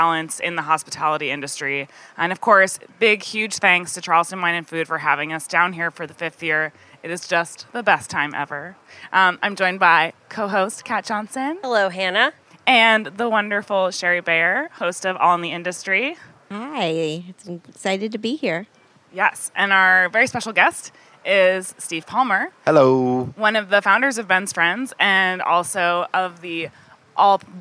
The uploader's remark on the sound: at Charleston Wine + Food 2020